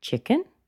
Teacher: the intonation went up, so I know she's not finished. If she said chicken and she finished, I might think she was asking me a question.